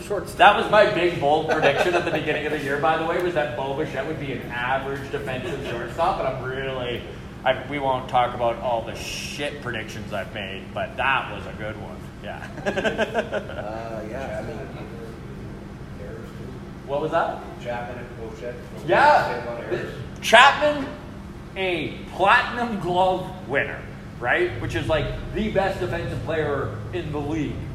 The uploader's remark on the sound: Recorded LIVE in Edmonton!! At Long Roof Brewing!